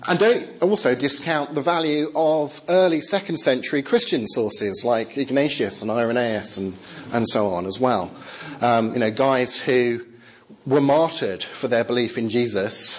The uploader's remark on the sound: Talk with Q&A from Highfield Church Southampton's 'Reasonable Faith?' course.